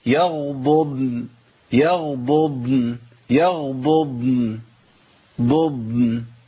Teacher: لازم يبين الضادين، الضاد الاولى متحركه بالضم والضاد الثانيه ساكنه، يبقى باين الفرق بينهم